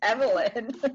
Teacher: I wanted her name to have a V sound early on because that's very forward in the mouth and it's very smooth and very certain. It's what's called a fricative, like V, F type sounds that start right up front, right?